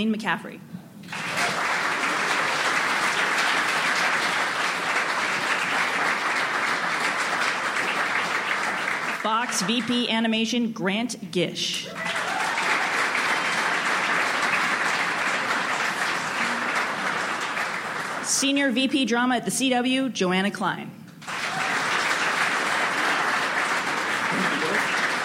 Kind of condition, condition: setting, busy venue